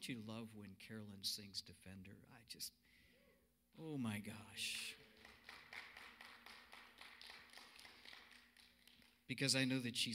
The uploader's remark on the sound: Cornerstone Fellowship Sunday morning service, streamed live on Oct 25, 2020.